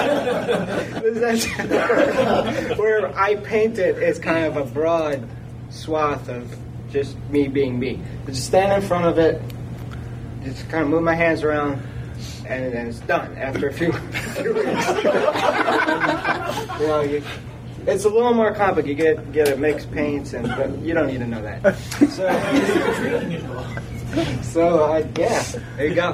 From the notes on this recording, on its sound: Gary Con Goodman Games Seminar. On Friday morning, we recorded the “What’s happening at Goodman Games” seminar.